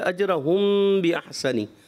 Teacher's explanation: اخفاء شفی کا قاعدہ غنہ بھی کرنا تھا، غنہ چھوڑ گیا